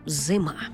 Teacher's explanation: Слово «зима» – наголошений звук «а».